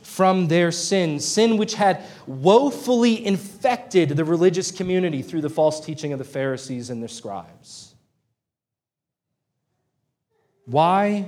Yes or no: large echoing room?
yes